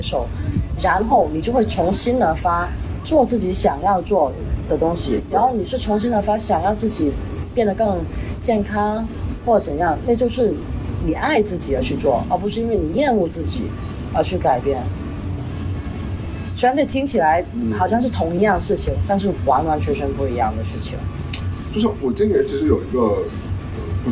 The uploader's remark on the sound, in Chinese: 本期为墨西哥户外录音，搭配旅游热门地夜生活的嘈杂，敬请谅解～